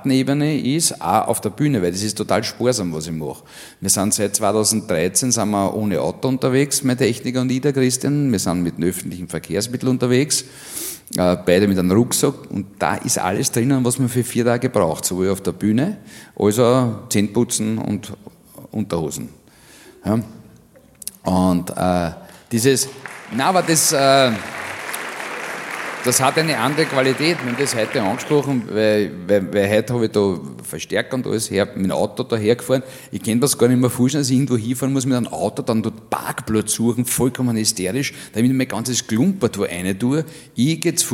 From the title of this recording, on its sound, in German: Auf dem roten Stuhl LIVE SHOW (Teil II)